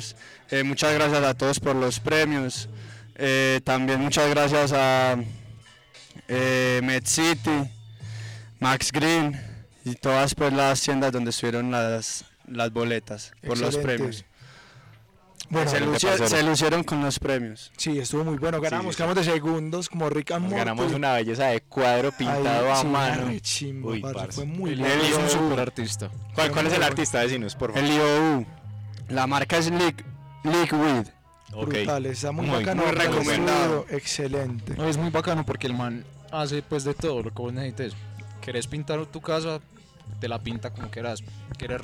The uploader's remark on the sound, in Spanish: durante una conversación que tuvimos en el Halloweed festival en Santa Helena, Antioquia, con varios amigos